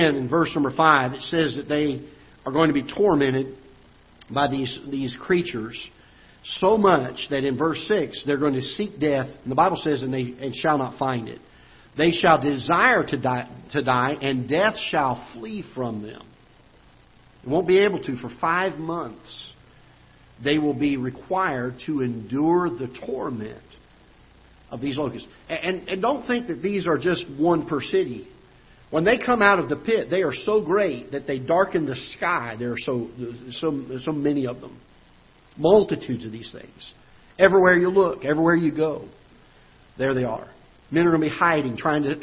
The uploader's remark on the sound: Ketha Heights Baptist Church ~ Live Broadcast